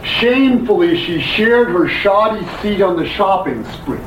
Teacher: Now, all the sh and s together is a very harsh sound on the ear. All that sibilant, hissing quality drowns the content of it.